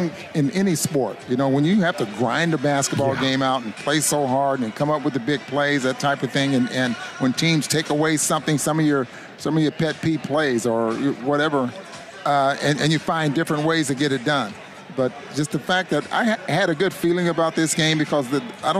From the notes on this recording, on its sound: postgame press conference audio